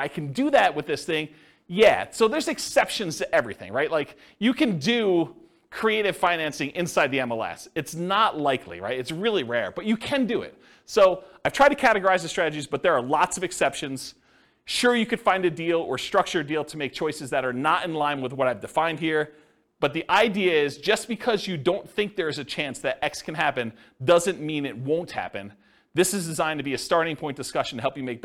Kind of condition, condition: setting, live audience